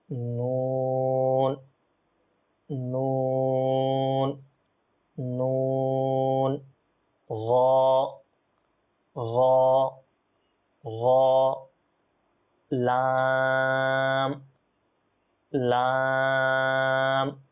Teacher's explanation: জিহ্বার অগ্রভাগের কিনারা ও দাঁতের গোড়ার তালুর পার্শ্বস্থ অংশ থেকে ওগুলো উচ্চারণ হবে। তো এই যে আমাদের জিহ্বা রয়েছে আপনার, এটার যে কিনারা রয়েছে সামনের অগ্রভাগে যে কিনারা রয়েছে, তো এটাকে দাঁতের গোড়ার তালুর যে পার্শ্ব রয়েছে এটার সাথে যখন আমরা লাগাবো এটা সঠিকভাবে আমরা নুন র লাম উচ্চারণ করতে পারবো। · Term: হরফে তারাফিয়া